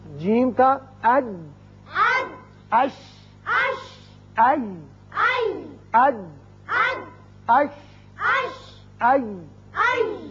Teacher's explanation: زبان کا درمیانی حصہ جب سامنے والے تالو کے درمیانی حصے سے لگتا ہے چپکتا ہے تو یہ تینوں حروف ادا کیے جاتے ہیں